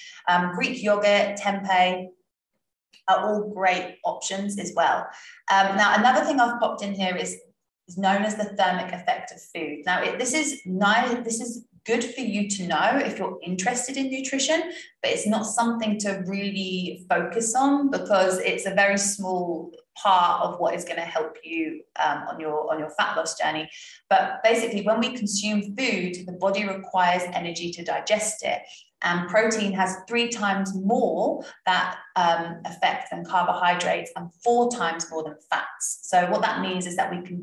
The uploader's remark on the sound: Last week I recorded a webinar for my members about the basics of nutrition. You won't get to see my animated face, but I thought releasing the audio would help.